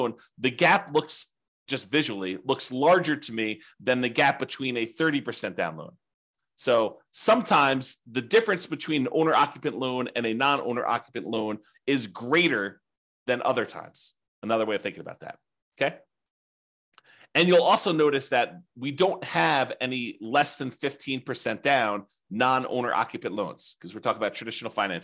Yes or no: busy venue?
no